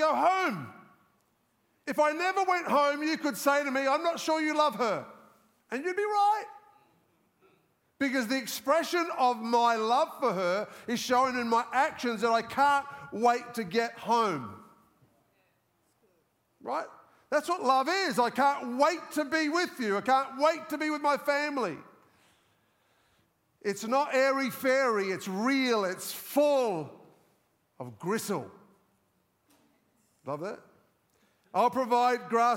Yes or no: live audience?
yes